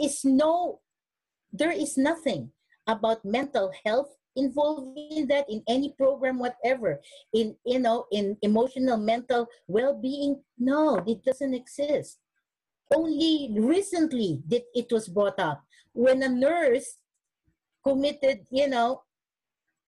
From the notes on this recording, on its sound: originally hosted as a webinar and recorded in May of 2020